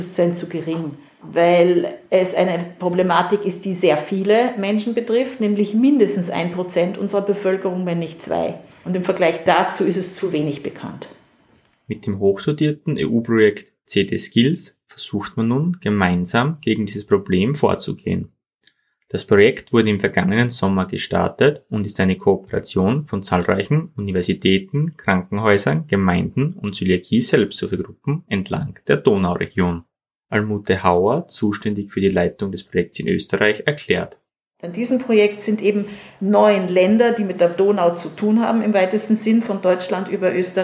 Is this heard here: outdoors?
no